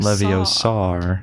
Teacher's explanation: the words that end in a vowel, they put an R on it